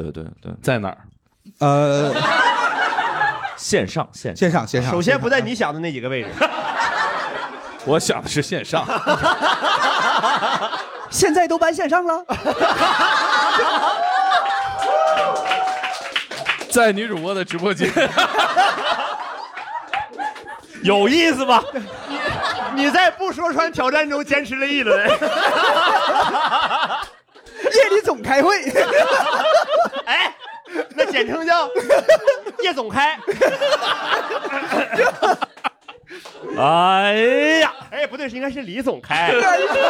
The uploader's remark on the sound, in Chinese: 以及现场各行各业的听众。线下演出。